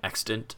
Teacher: Um, because I know definitely the vowel, um, depending on whether you pronounce it quick or slow, there can be a vowel reduction to a schwa. So that's like extant.